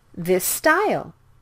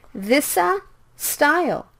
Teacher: You can see there are the same S sounds, so you need to speak it with one S sound · Shown in: first take · this style. Can you hear that I make the S sound a little bit longer?